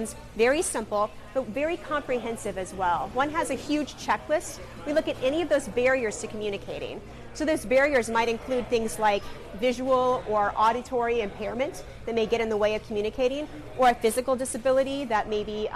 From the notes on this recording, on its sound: This recording was made a few years back during a local event series I produced in the Chicagoland area.